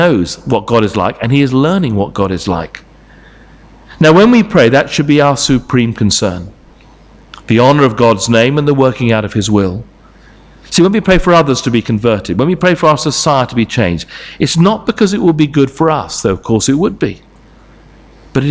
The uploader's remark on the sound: Sermon from St Davids Church, Moreton-in-Marsh, Evening Service